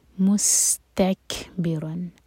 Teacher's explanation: مستکبرن سین پر سیٹی والی آواز اور کیف ساکن پر ہمس